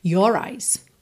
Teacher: a gente enrola o R porque ele acaba funcionando como ligação entre as palavras your eyes, senão your eyes, não dá muita ligação, né?